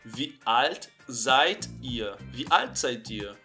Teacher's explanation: D ao final sempre som de T.